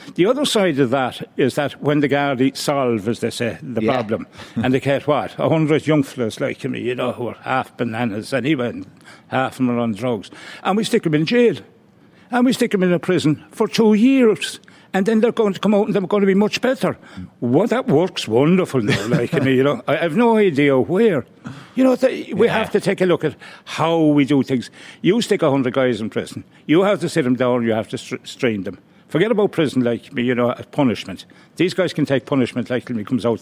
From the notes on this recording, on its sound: Joined LIVE at the International Rugby Experience in Limerick.